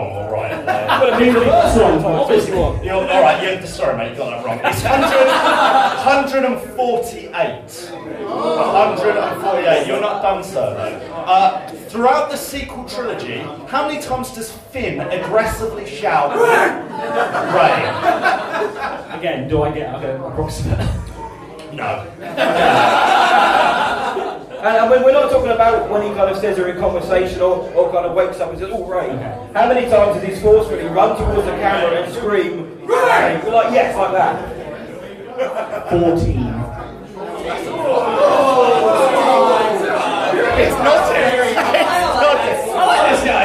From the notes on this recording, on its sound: We went LIVE at Star Wars Celebration with our panel on the Holonet Stage and HERE is the panel itself! Get the audience involved too. ALSO, our Bib's Bash live appearance and quiz is included.